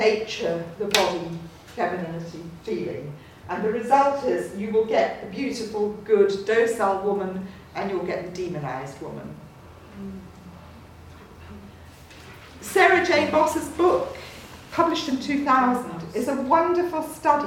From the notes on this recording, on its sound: At The Loyola Institute, Trinity College Dublin. To a packed audience.